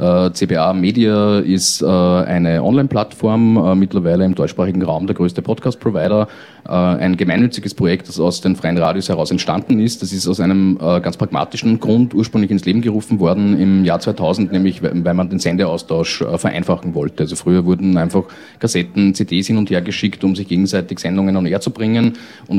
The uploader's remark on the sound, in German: Teil der Diskussionsrunde zu der Situation von freien Radios in Österreich, die bei der 25-Jahre Radio FRO Feier aufgenommen wurde.